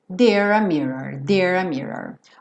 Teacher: O legal aqui desse mirror com tanto R é que tá logo na sequência do there, então são três enroladas de língua, né?